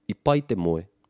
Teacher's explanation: So you rise at the start or the middle and then drop.